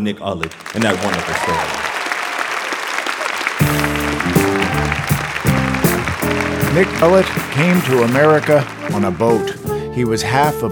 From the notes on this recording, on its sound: live from the Union Chapel in London